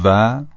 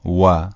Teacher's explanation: مثل وی انگلیسی تلفظ میشه، یعنی از اتصال دندانهای بالا به لب پایین · Shown in: first take · اما در زبان عربی به شکل دبلیو انگلیسی تلفظ میشه، یعنی لبها جمع میشه، قنچه میشه و بعد حرف تلفظ میشه.